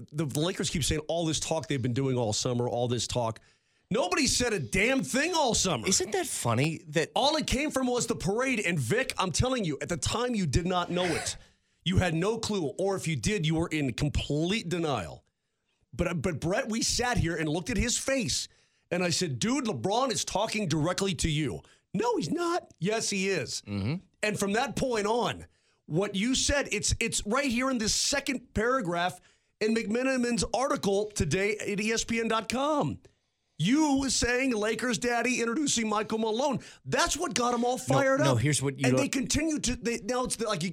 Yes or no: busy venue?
no